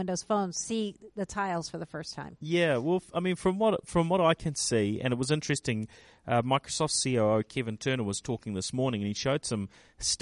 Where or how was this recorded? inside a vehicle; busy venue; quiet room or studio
busy venue